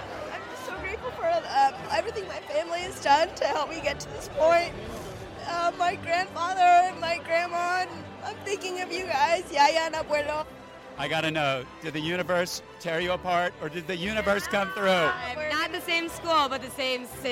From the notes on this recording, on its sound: Interviews with medical students and footage from UIC's 2023 Mach Day event—recorded live at the University of Illinois College of Medicine at Chicago.